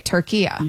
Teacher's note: It's a, you know, a short A at the end, not the long A.